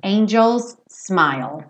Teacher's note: dificilmente você vai pronunciar esses dois S's separados. Angels smile, porque você teria que colocar uma pausa para separar um S do outro.